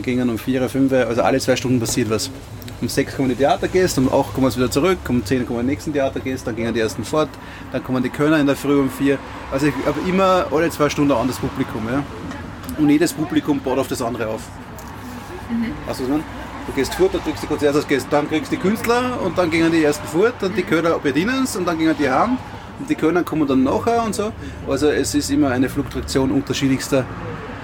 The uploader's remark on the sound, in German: live vom Würstelstand „Zum scharfen René“ am Schwarzenbergplatz im ersten Bezirk in Wien